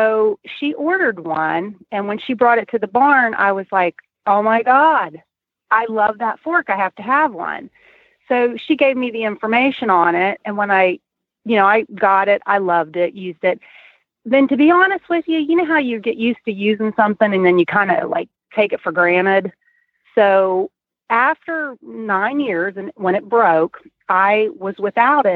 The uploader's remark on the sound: Annual Holiday Call-in Show